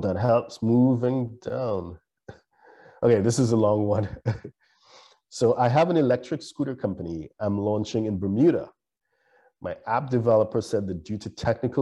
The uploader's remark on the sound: LIVESTREAM. For those joining us on Zoom.